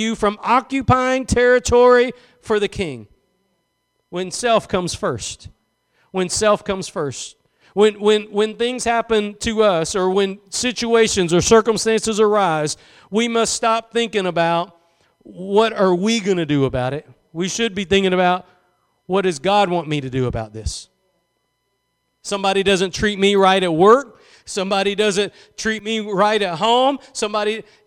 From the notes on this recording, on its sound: Preached at Gospel Lighthouse in Bossier City, La.